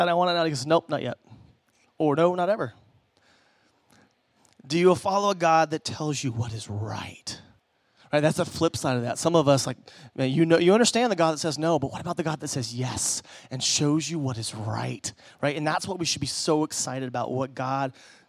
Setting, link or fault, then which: setting, large echoing room